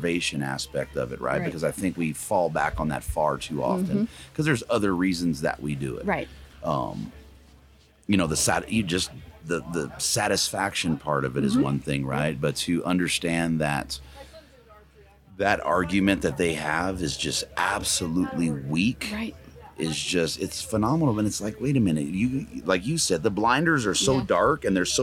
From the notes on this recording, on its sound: Live from Mountain Archery Fest